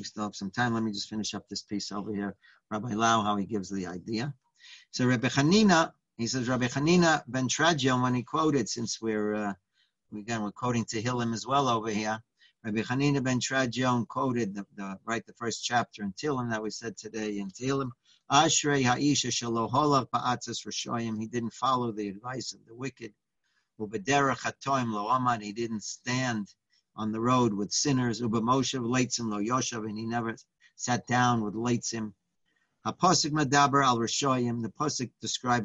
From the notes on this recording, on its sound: Live On Zoom.